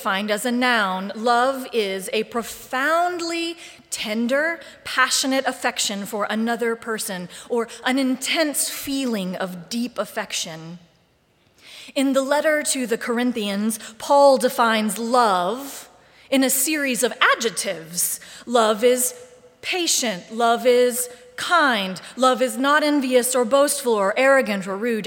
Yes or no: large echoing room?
yes